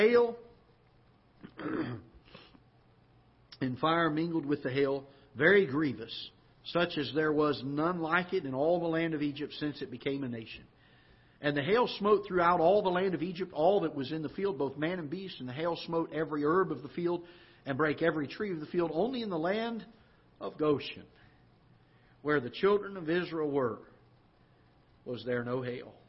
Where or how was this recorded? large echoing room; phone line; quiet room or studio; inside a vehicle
large echoing room